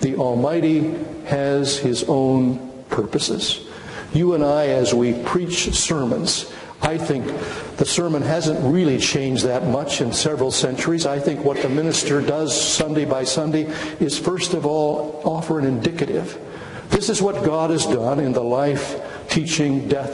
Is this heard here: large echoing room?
yes